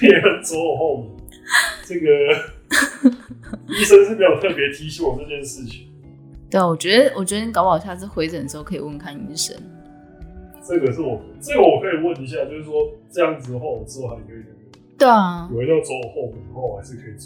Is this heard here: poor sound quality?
yes